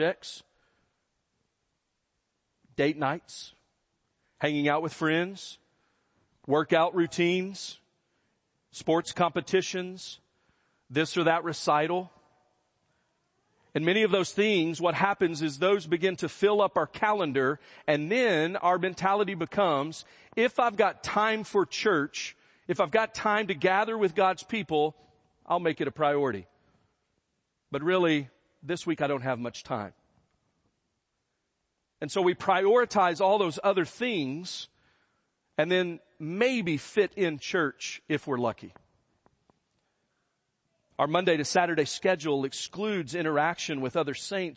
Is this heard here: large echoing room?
yes